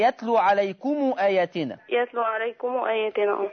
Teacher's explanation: طالما ان جه وراها همزه قطع يبقى لازم اعمل لها احط ضمة على الميم بالظبط وتتمد ست حركات